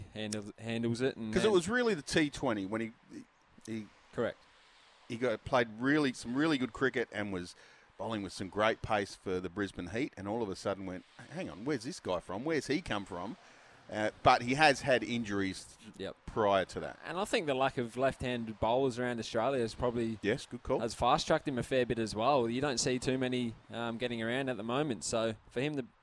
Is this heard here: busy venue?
yes